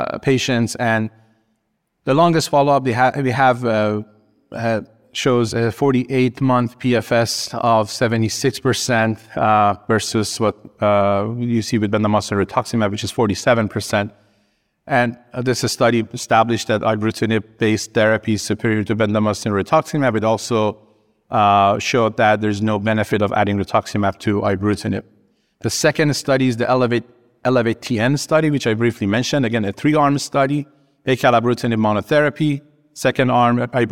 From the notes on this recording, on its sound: “Clinical Consults” event recorded at the 2023 Tandem Meetings.